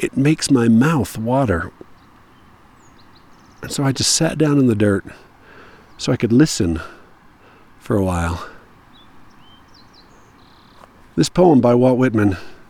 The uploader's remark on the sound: I was on a dusty, dry trail somewhere in the American Fork canyon, all by myself (except for the bee that interrupted me while I was recording.